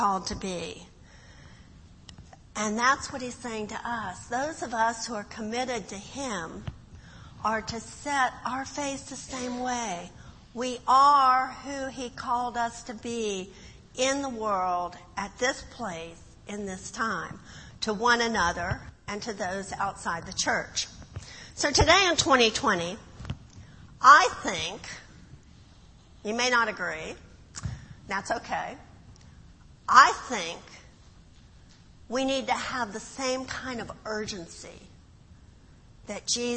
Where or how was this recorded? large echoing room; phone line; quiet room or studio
large echoing room